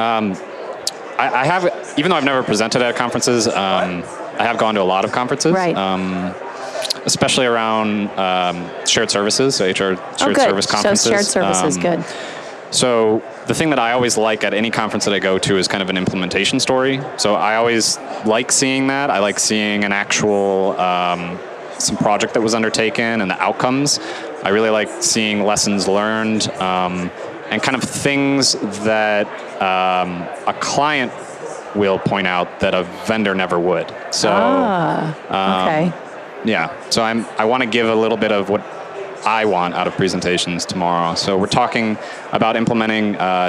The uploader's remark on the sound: LIVE from Las Vegas, at #HRTechConf